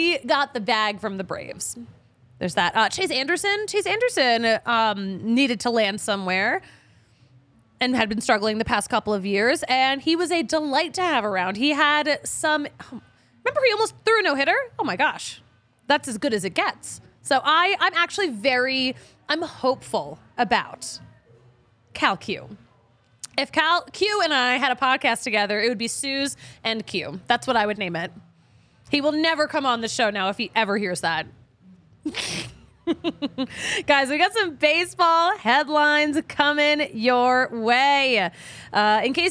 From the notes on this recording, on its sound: recorded LIVE at the DNVR Bar at Colfax & York!